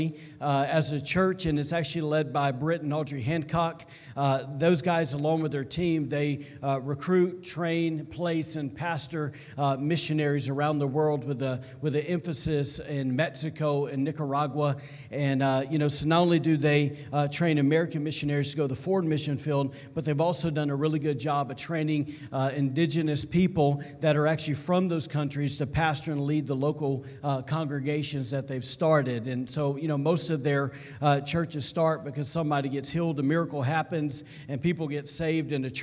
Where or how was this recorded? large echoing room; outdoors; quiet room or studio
large echoing room